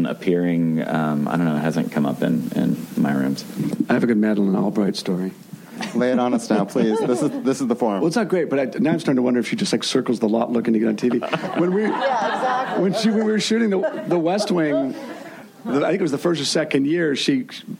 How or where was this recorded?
busy venue